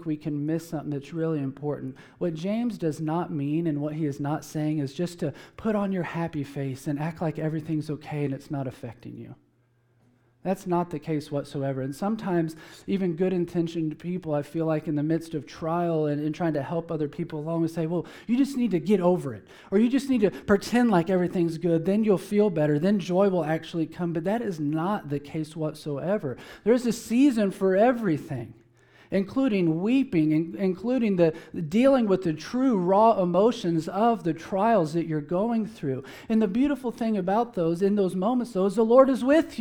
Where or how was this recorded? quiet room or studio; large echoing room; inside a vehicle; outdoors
large echoing room